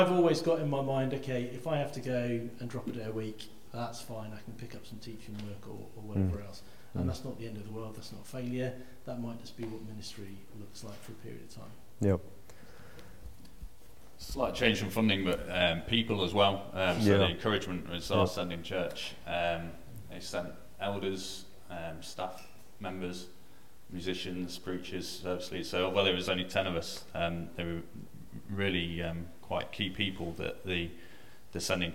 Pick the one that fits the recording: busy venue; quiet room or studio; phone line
busy venue